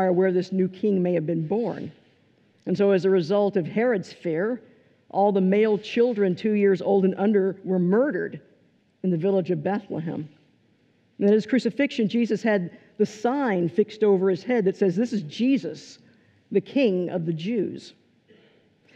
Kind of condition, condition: setting, large echoing room